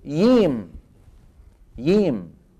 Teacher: من قبائل اليمن من يقول الجيم ييم